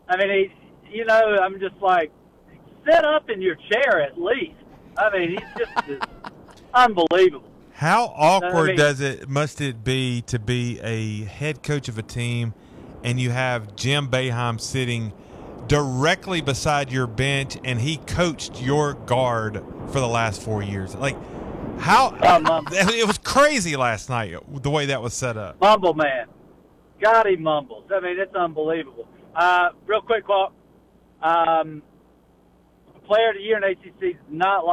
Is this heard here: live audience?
no